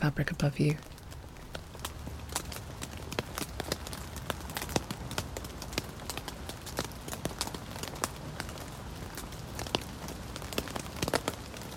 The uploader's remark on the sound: The satisfying patter of rain on a tent – while you're snug inside. You've settled in your tent for the night listening to the final drops of rain bounce off the top of the canvas. A weekly audio postcard from the countryside.